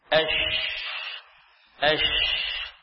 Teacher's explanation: bagian tengah lidah dengan langit-langit seperti huruf jim, ya. Huruf jim, shin, satu makhraj.